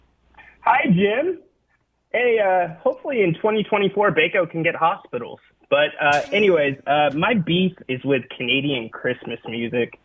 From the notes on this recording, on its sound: Phone Calls